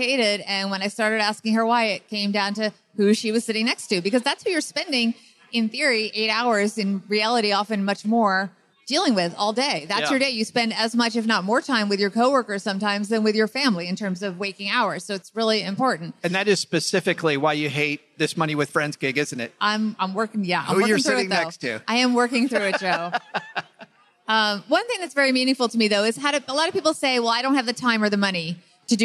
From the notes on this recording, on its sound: taped live at Podfest in Orlando